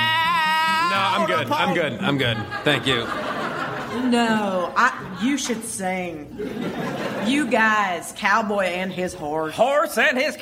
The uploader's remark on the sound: Recorded Live 5/2/2011 at Largo, Los Angeles.